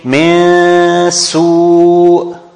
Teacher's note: you adopt your tongue to put it on very close to the articulation point of the sin. So once your breath stopped, you will find the sin automatically pronounced. · Term: ikhfa